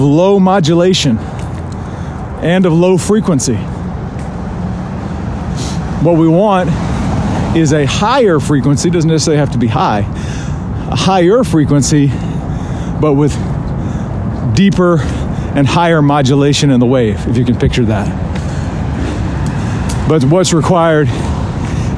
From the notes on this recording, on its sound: Rucking Edition. You join me live on a ruck.